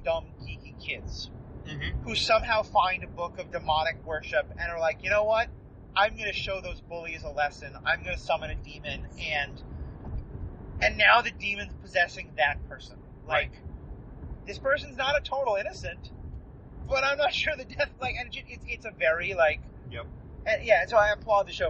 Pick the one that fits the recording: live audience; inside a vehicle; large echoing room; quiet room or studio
inside a vehicle